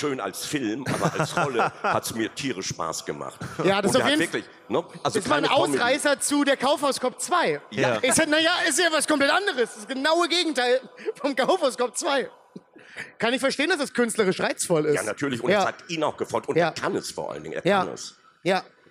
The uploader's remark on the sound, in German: Live auf der Solocon. Und um den Samstag noch besonderer zu machen sind wir am Start mit einer Live-Folge aus der Schweiz!